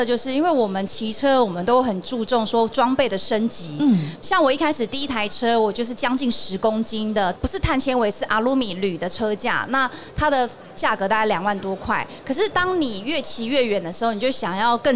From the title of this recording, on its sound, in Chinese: 2022 Taipei Cycle台北國際自行車展-Live Podcast